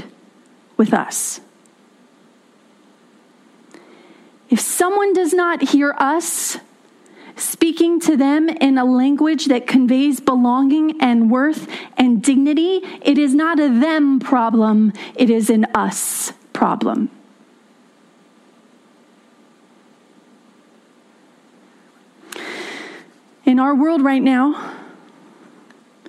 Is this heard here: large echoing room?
yes